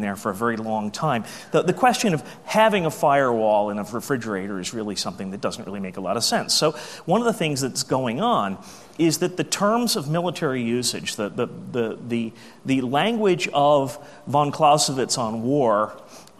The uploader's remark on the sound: AusCERT keynote speech